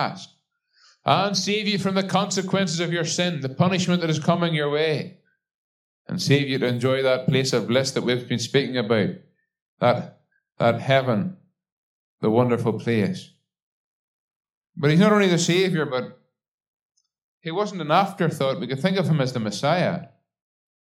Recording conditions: large echoing room